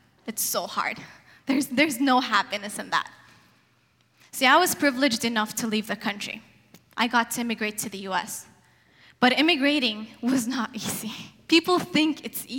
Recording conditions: live audience